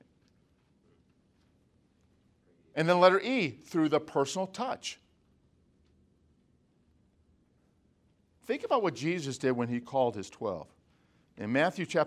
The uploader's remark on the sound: From the Spiritual Leadership Conference - Lancaster Baptist Church